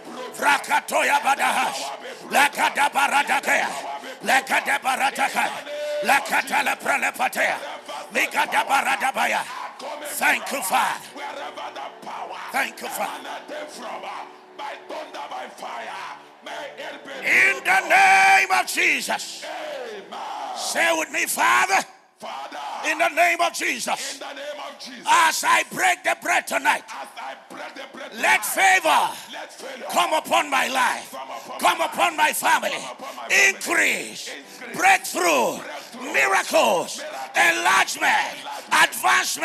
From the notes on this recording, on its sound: Jericho Experience 2022. You are listening to sermons from our annual word & worship festival.